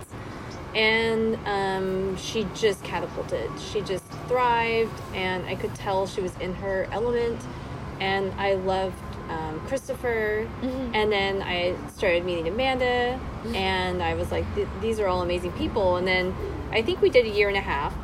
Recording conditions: sounds in the background